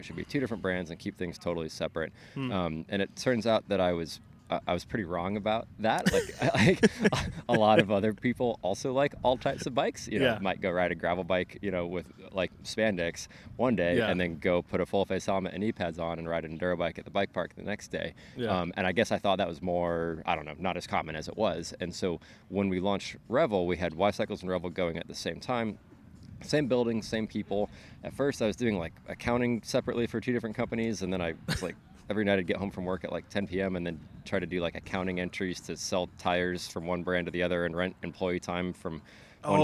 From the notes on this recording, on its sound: Today we’re taking the OOC outside at Seaotter for our sitdown